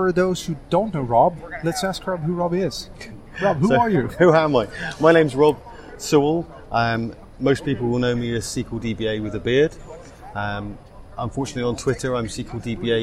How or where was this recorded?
busy venue